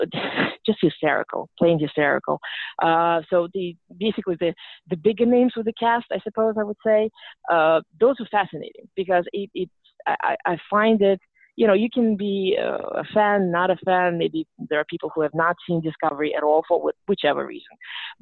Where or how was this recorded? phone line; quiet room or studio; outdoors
phone line